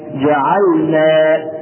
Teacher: قوله والانحراف صحيحة في اللام والراء يوضح هنا صفة إضافية توجد في حرفي اللام والراء وهي صفة الانحراف حيث ينحرف كل منهما عن مخرجه ولذلك يجب الحذر عند النطق بأي منهما وخاصة عند النطق باللام إذا جاء بعدها نون مثل جعلنا فاللام تنحرف إلى مخرج النون قليلا فيجب توضيحها نقول جعلنا نوضح اللام هكذا.